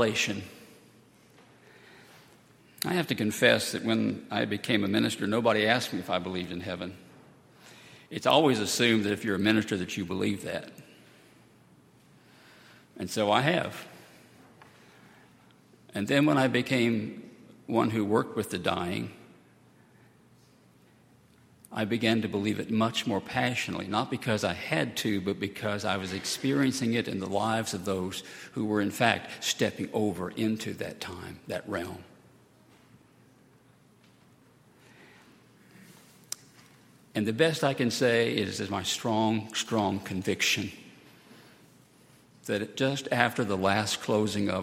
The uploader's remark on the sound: on Sunday, August 12, 2018, at Highland Baptist Church.